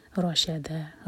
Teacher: رو heavy شین light, دال light